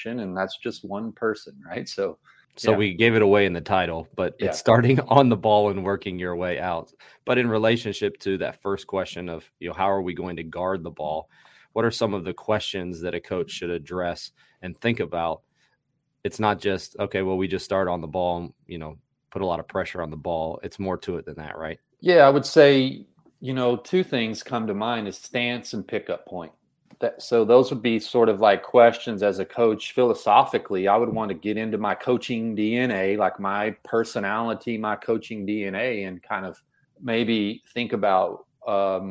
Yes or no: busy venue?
no